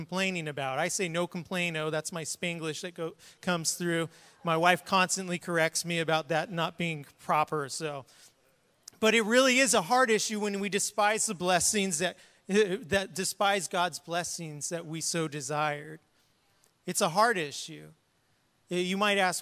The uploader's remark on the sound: was preached on March 20th at the 10AM service